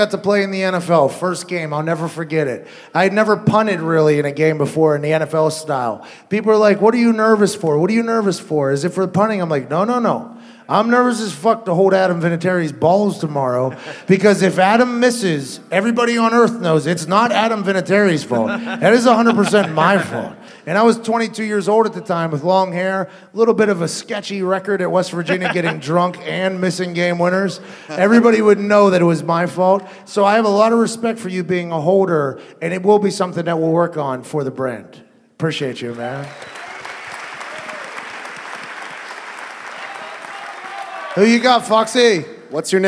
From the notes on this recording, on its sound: Live from the Jo Ann Davidson Theatre in Columbus, Ohio. LIVE FROM COLUMBUS. He fields some questions from the guys.